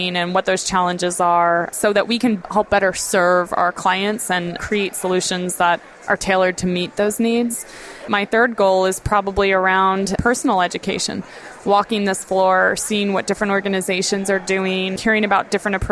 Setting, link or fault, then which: setting, busy venue